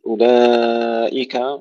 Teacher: المد المتصل طوله أكثر قليلا هكذا قصير عليك أن تطوله أكثر أربع حركات بارك الله فيك